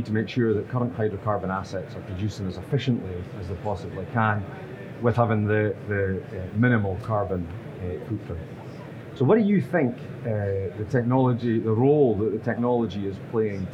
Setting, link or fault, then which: setting, busy venue